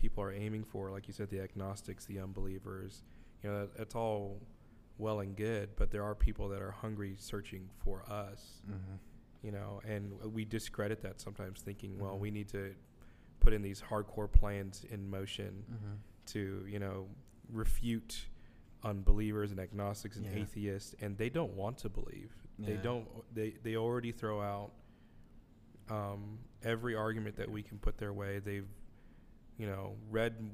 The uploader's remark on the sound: Live at STX CMI conf. On-site at the South Texas Campus Ministry International Conference at UTRGV.